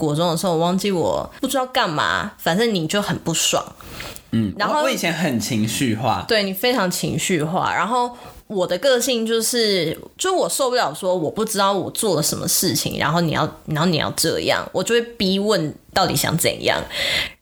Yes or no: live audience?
no